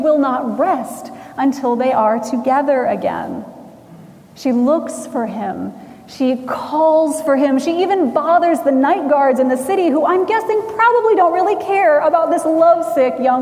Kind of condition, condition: setting, large echoing room